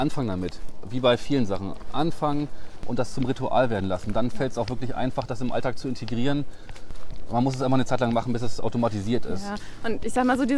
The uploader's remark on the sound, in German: Auf einen Spaziergang